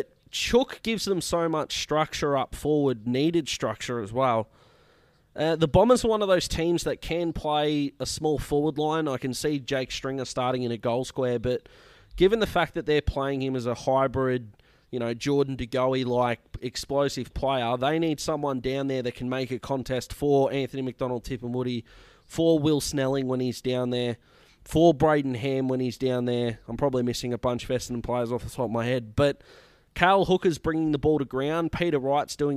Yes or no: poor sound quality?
no